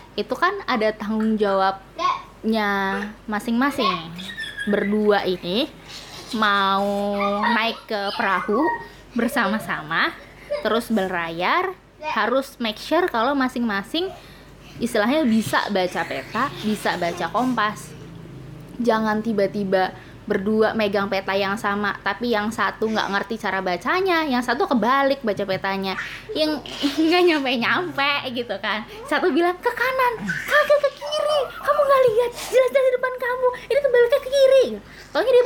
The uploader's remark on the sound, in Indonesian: Sorry yaa kalo banyak suara anak-anak, rekaman nya di rumah.